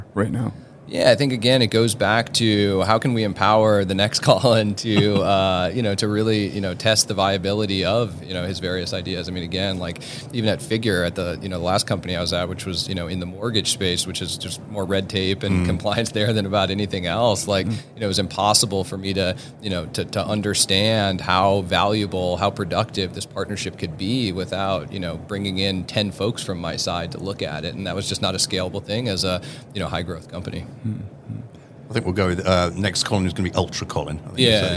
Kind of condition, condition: setting, busy venue